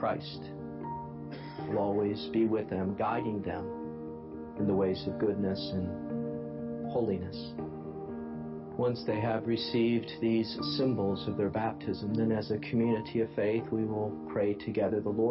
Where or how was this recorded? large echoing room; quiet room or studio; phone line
large echoing room